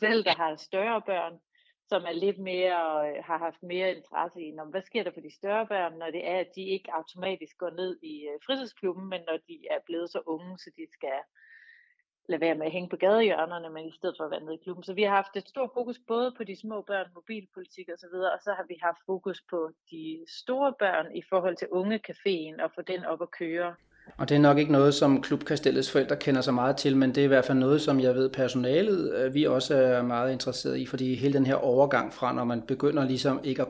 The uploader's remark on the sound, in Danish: Som i et telefoninterview fortæller om arbejdet i den fælles forældrebestyrelsen for Klub Kastellet og Pumpestationen Fritidscenter.